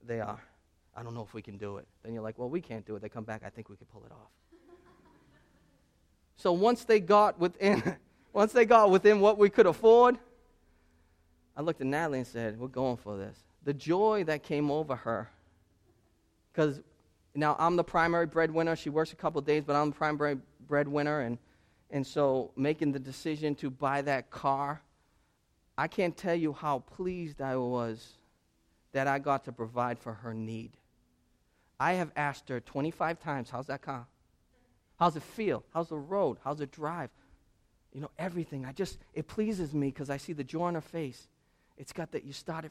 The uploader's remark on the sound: In this sermon preached 2/19/2017 at Restoration Road Church